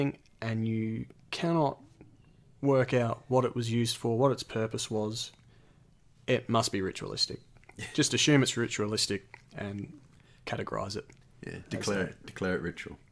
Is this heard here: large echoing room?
no